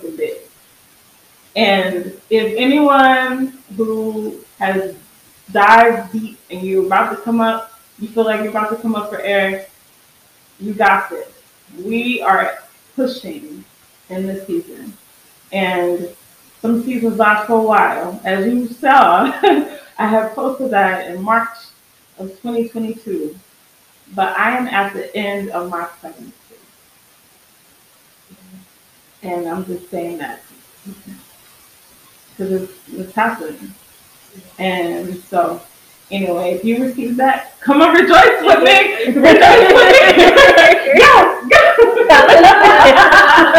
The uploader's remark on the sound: There were some technical difficulties that occurred while recording this podcast. There will be some static starting at the 36 minute mark.